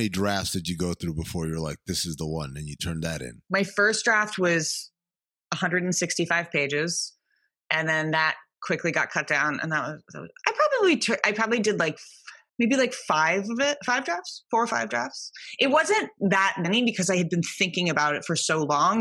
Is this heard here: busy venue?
no